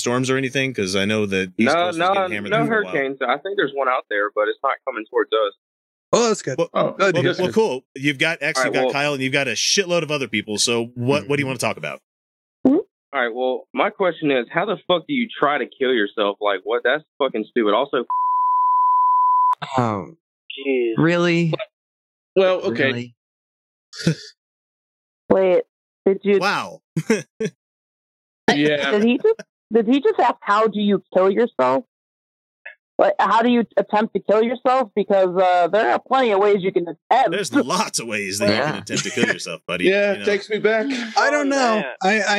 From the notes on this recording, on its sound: Live Call In Show.